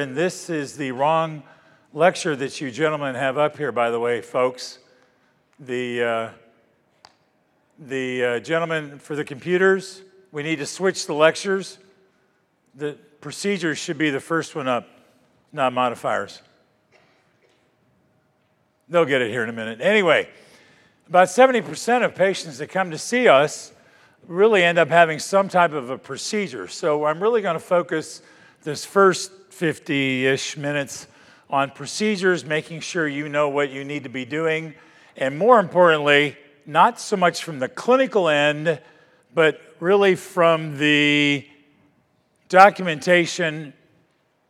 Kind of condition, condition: setting, large echoing room